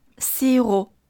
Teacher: sirop 最后的“o”是小口的，所以突出呈现小口的原形